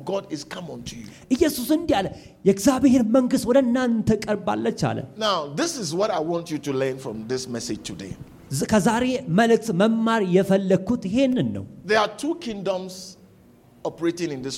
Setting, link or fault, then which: setting, large echoing room